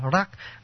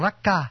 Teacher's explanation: tiếng Nhật đọc cái âm L của tiếng Hán thành ra cái âm Nhật, đặc biệt âm nửa R nửa L